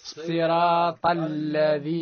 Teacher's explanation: وكذلك تفخيم الطاء، تفخيم الطاء وترقيق اللام من اسم الموصول